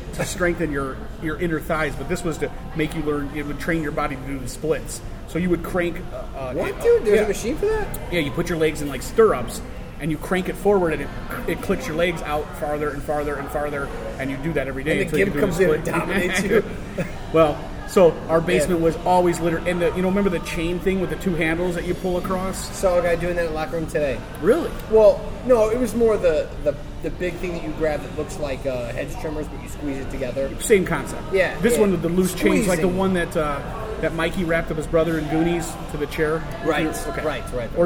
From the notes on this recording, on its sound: This episode was recorded on Thursday, August 17th, 2017 at #RegionAle in Schererville, Indiana.